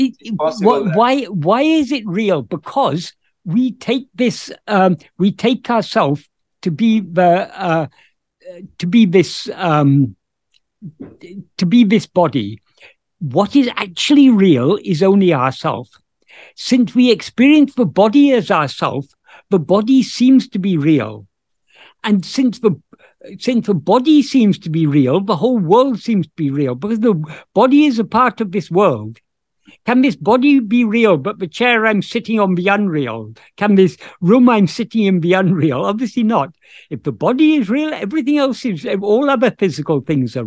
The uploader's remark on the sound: In a Zoom meeting